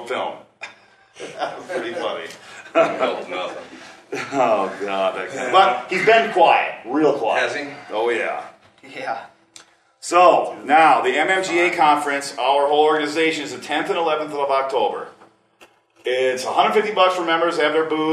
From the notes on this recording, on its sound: This is some audio from a Northwest MMGA meeting in Kalispell Montana from back in early October.